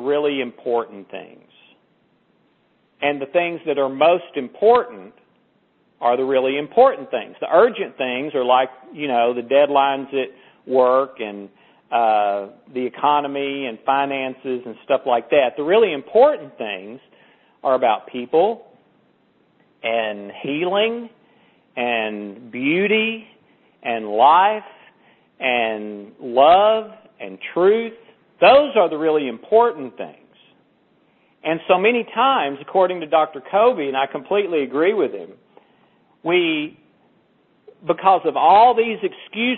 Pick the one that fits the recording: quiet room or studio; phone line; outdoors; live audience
phone line